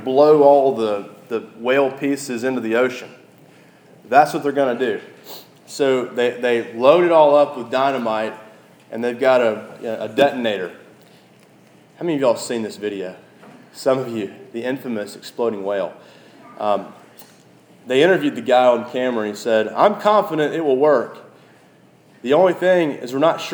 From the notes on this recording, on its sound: This message was preached at our local church, Christ the King (across from the Edge apartments on Classen).